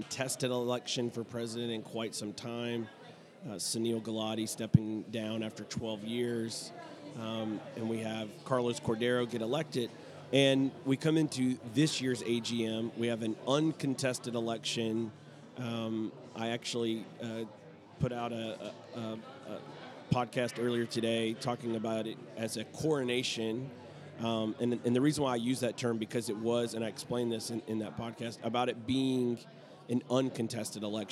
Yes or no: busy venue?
yes